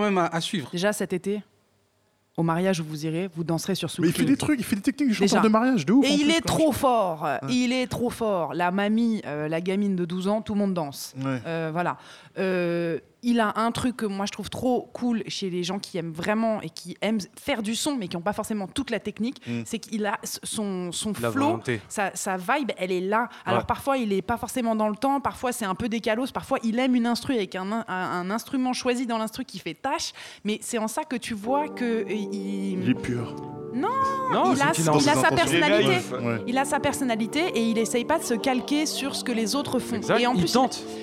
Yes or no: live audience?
yes